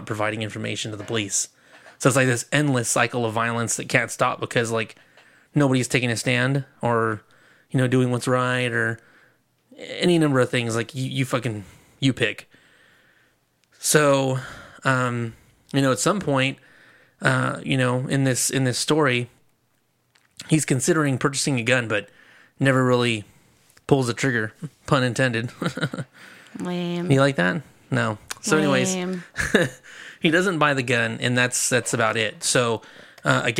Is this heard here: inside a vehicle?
no